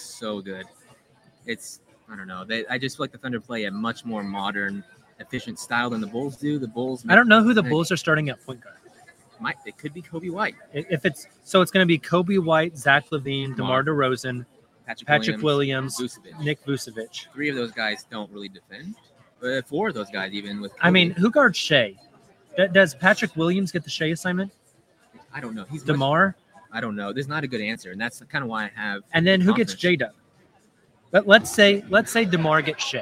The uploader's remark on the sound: Live from Paycom Center